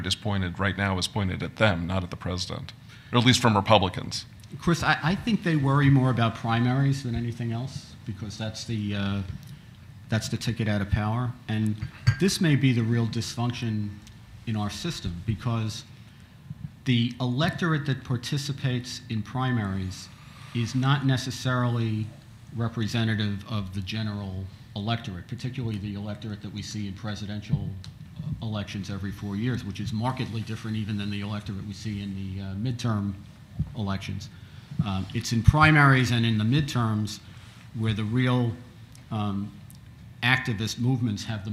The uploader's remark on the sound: The first part of the conference, hosted by The New Criterion and the Social Affairs Unit